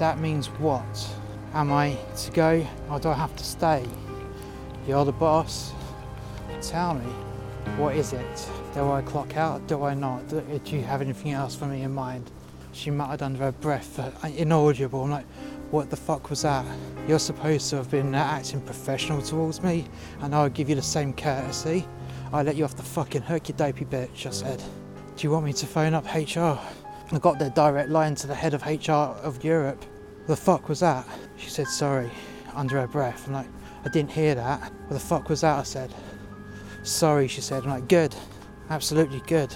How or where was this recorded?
outdoors